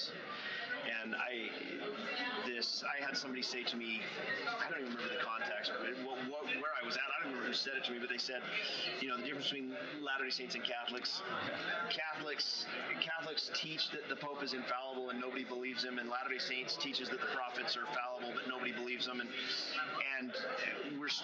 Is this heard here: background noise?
yes